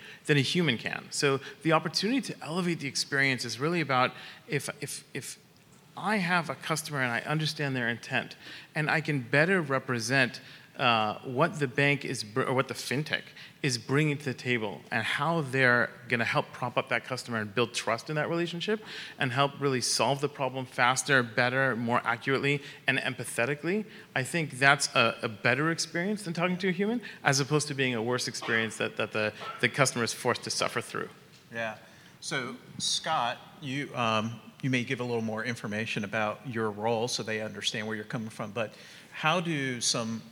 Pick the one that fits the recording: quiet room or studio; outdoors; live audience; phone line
live audience